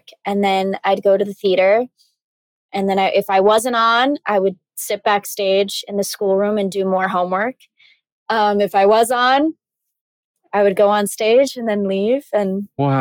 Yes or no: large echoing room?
no